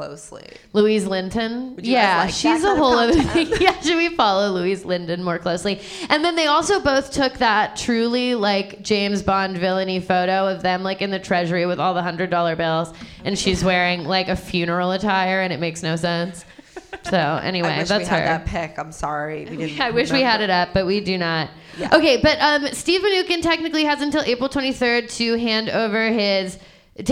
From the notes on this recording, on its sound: grace the stage of The Pit Loft in New York City to bring you their first ever live show